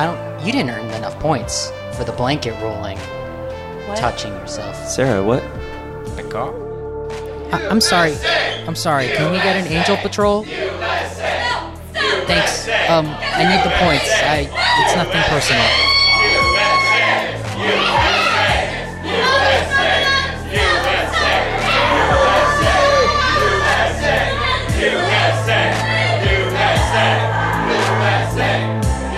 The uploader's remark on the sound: Derailer is improvised radio theater, recorded live at The Kickstand Comedy Space in Portland, Oregon.